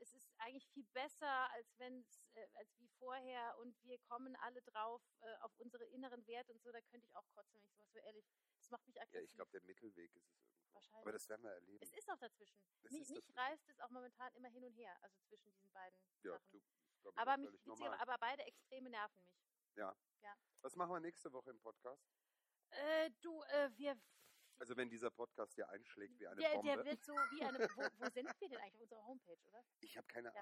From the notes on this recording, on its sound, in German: Die mit den Bidets & der schlechten Tonqualität! Es ist quasi das Prequel aller Prequels...nur halt in ganz geschissener Tonqualität.